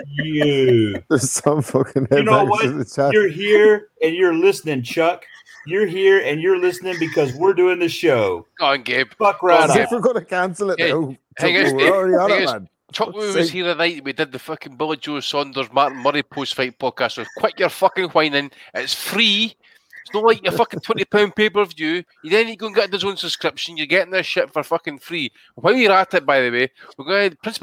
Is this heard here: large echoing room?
no